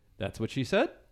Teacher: he kept using an upward inflection